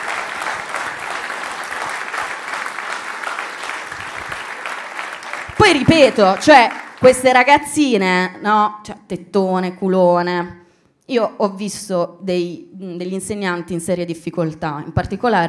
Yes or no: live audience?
yes